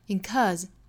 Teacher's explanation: incurs 后面的这个 s 读浊辅音的 z